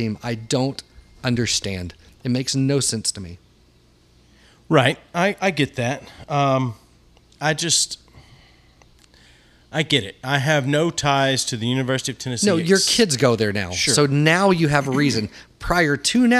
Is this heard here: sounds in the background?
no